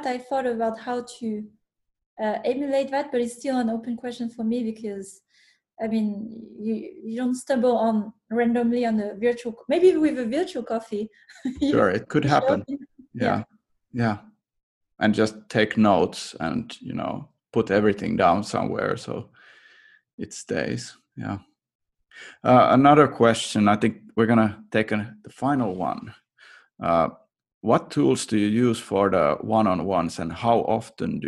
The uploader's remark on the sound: the recording from a webinar that we here at Elite Game Developers organized in May of 2020